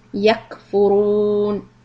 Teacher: كاف سكون همس. so let the air flow.